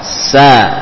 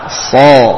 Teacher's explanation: Sama-sama dari ujung lidah yang ditempelkan ke gigi seri bawah dengan sifat safir, ya, safir, hamas, bakhawah. Adapun sin tipis sa, adapun sad maka tebal.